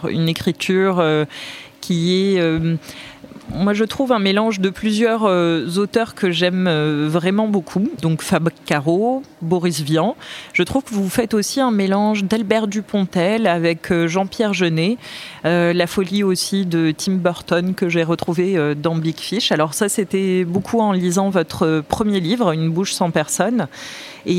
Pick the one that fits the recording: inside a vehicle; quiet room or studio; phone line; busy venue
busy venue